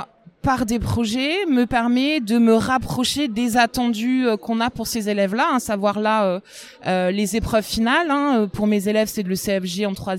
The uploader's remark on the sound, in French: Un expresso d’Educatech Expo. Retrouvez ce deuxième épisode enregistré à Educatech Expo avec mes interlocutrices.